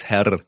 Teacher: in the south of Germany, you really roll the R, so it's Herr.